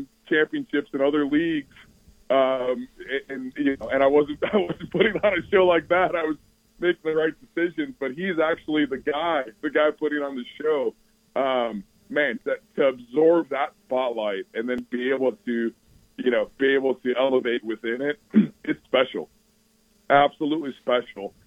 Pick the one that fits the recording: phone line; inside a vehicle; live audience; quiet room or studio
phone line